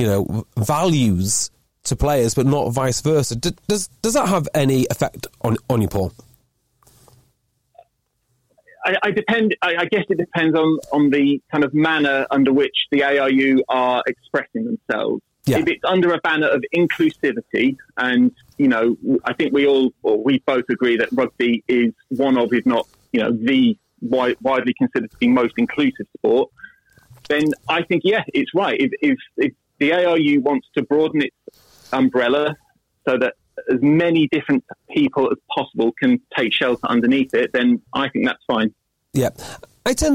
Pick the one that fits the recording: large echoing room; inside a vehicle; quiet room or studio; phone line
phone line